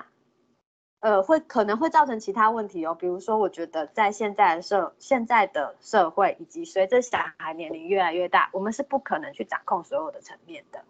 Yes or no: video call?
yes